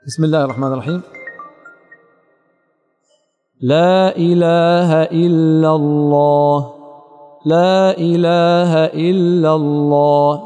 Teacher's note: لاحظ إلا لا تكاد تسمع طرقة اللام